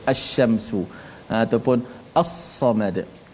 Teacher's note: alhamdu lam tu dilafaz adapun lam syamsiah idgham dibaca secara idgham iaitu lam itu tidak dilafaz lam tu dimasukkan dalam selepas tu